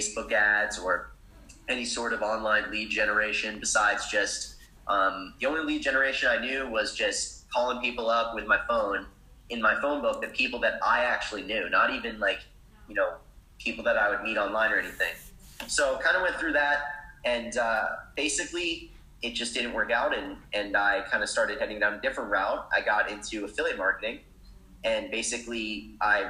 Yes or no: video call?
yes